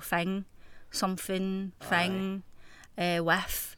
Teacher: it's F's instead of THs